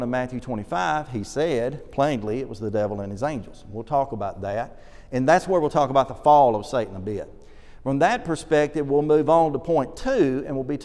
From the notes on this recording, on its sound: This lesson was delivered at the Oneonta church of Christ during their summer series